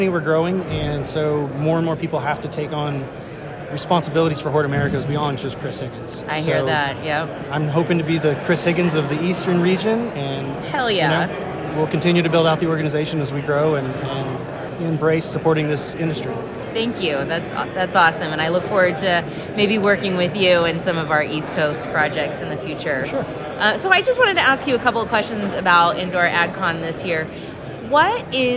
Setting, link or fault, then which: setting, busy venue